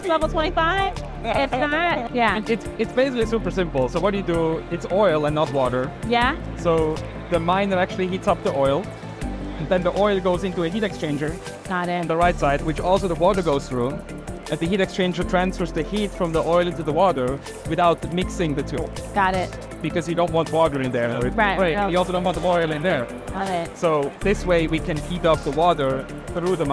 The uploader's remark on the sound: Live at the Bitcoin 2023 conference held in Miami, Florida.